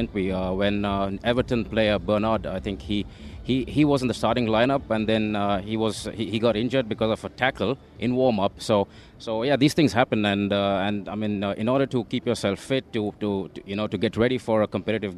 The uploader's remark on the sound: From the rooftop garden of Barasti